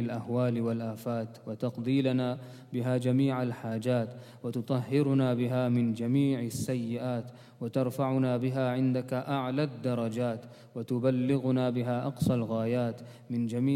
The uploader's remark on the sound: at the Houghton Masjid (West Street)